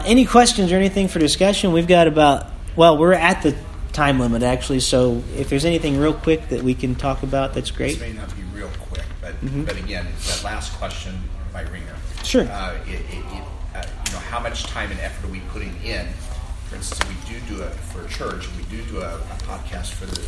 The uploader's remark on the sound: recorded at Team Day in Perry Michigan